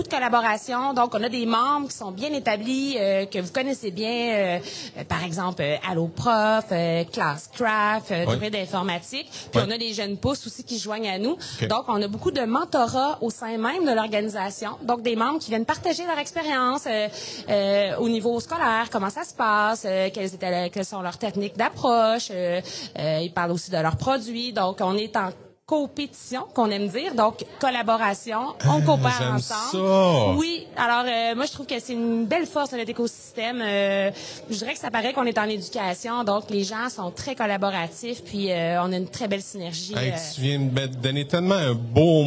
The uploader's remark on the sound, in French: L'entrevue a été enregistré au 41e congrès de l'AQUOPS.